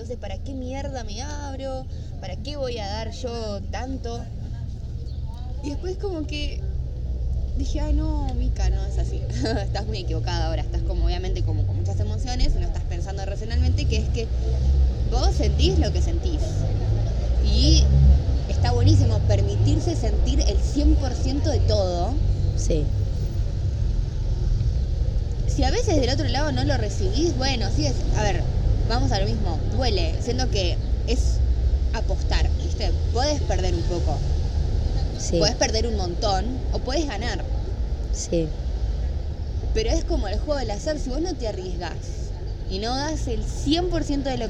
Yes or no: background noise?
yes